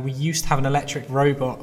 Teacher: In the first instance, he emphasises the used to because he's stressing that it's not true now. In the second use, he's using the phrase to express a habitual action in the past.